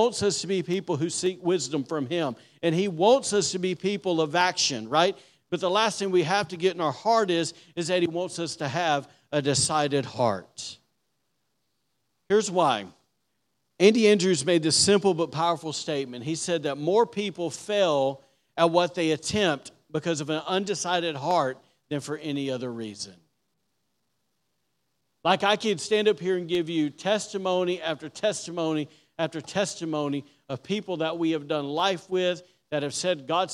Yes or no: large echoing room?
yes